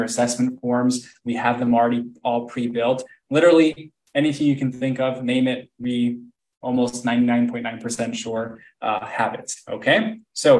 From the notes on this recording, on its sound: This episode is a live recording of a training in our FREE Facebook group